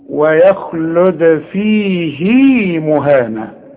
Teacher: واذا قريتها يثبت فيها المد وتقول ويخلد فيه مهانا، ده عند الوصل. لكن إذا وقفت على هذه الكلمة ويخلد فيه بدون مد، مش فيه لا، ده فيه إذا وصلت، وهذه هي الكلمة الوحيدة في القرآن. · Term: مد الصلة الصغرى